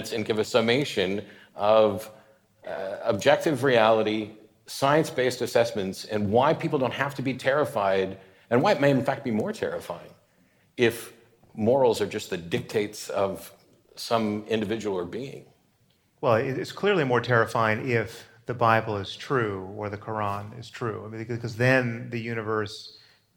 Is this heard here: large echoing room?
yes